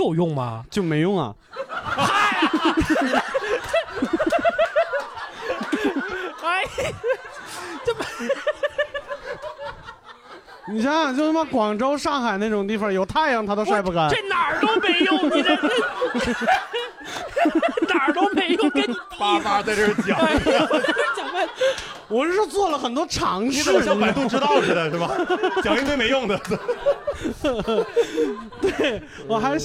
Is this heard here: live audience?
yes